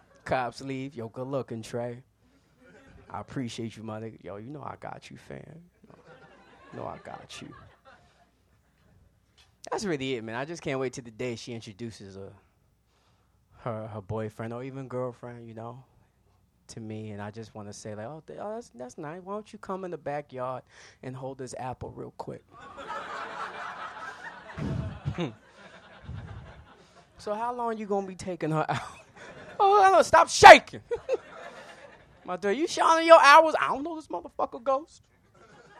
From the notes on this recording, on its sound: Book Club is a comedy variety show. Live sound and recording by Harry Scott. Recorded live January 27, 2018 at Union Hall.